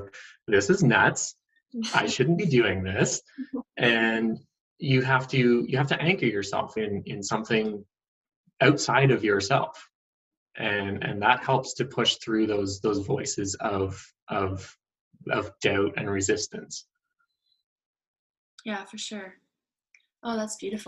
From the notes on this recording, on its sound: First Zoom interview was more than a success!